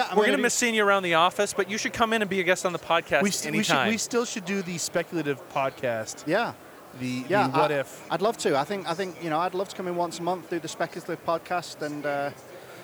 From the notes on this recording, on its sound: We're here at our second Silicon Slopes event